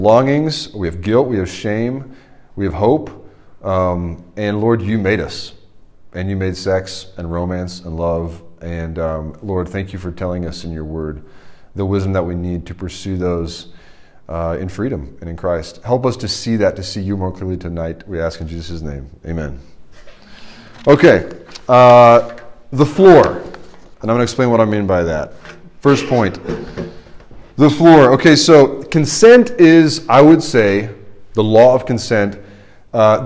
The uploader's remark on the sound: This is the sermon from the RUF Large Group meeting at Washington & Lee